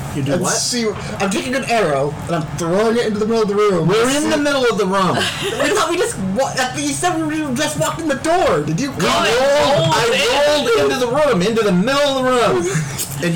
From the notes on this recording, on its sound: In this episode, we sound like we are underwater (sorry about that)